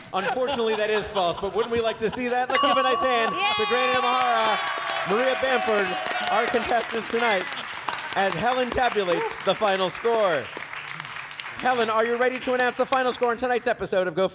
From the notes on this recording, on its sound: The show is recorded at the Angel City Brewery in downtown Los Angeles. The show is recorded at the Angel City Brewery in downtown Los Angeles.